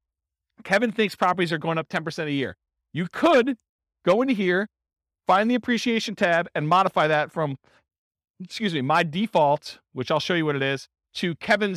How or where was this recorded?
live audience